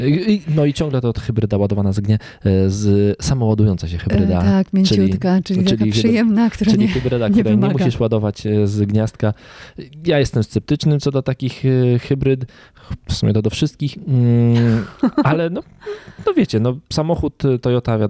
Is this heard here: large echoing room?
no